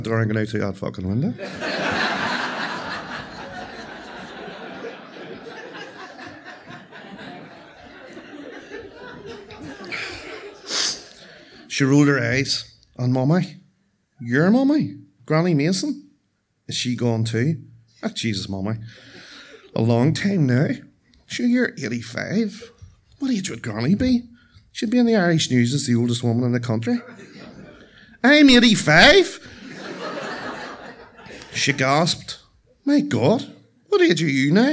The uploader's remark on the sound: The November Black Box event was hale & hearty. Tenx9 is a live storytelling event where nine people have up to ten minutes each to tell a true story from their own life on a particular theme. It began in Belfast in 2011 in the Black Box.